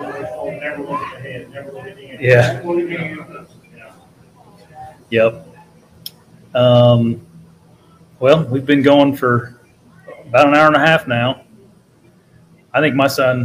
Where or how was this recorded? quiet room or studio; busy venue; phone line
busy venue